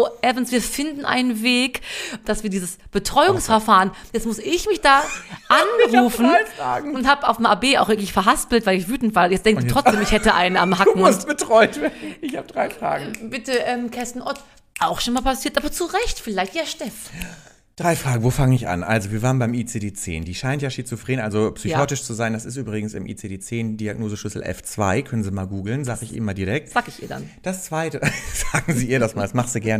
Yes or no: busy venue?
no